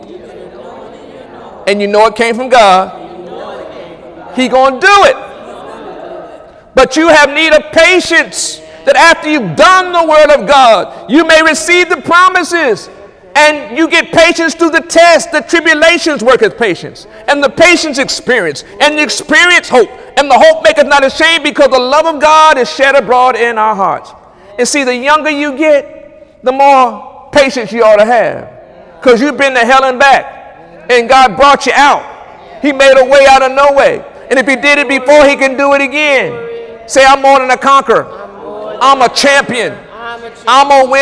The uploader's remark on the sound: During Wednesday night service on December 20, 2017. During Wednesday night service on December 20, 2017.